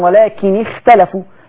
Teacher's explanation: الخاء ساكنة وتصبغ بكسر فتتأثر · Term: التفخيم النسبي